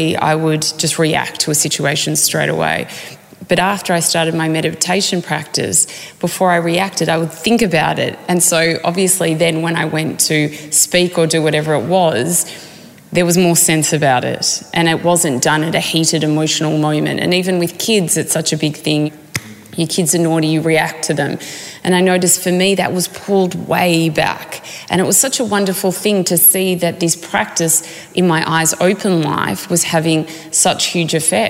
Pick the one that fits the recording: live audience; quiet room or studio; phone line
live audience